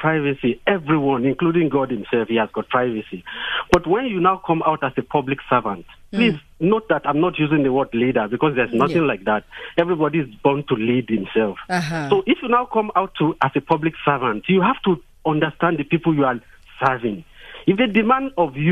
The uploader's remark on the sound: GUEST (phone)